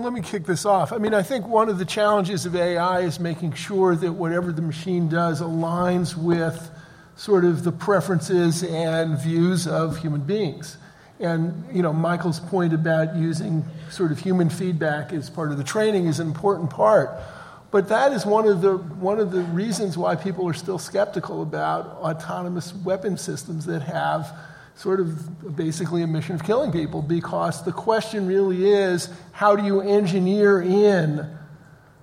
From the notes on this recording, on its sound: Artificial Intelligence LIVE at the Annual Conference.